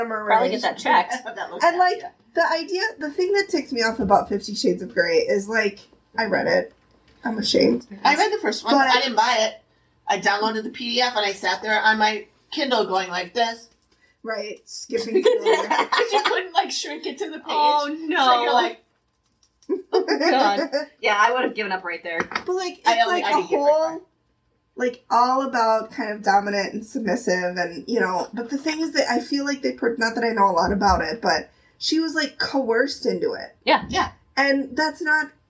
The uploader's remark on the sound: The One that Didn’t Record. This week’s episode has terrible sound quality. Hitting the record button on Riverside, she was not.